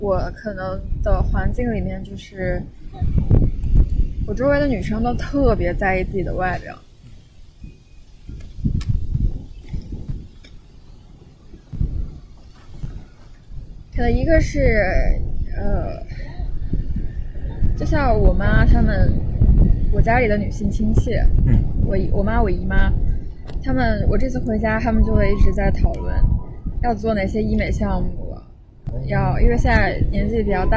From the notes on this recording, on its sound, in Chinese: 本期节目在户外录制，所以杂音可能比较多，请听众朋友见谅。